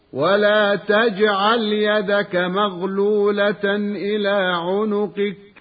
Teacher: كما أننا لاحظنا أن القلقلة في حرف الجيم من كلمة ولا تجعل